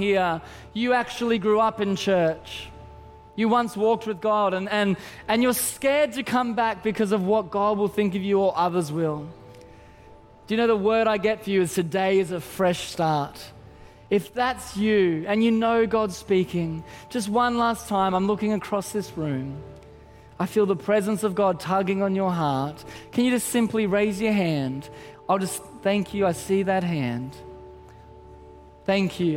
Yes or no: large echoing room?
yes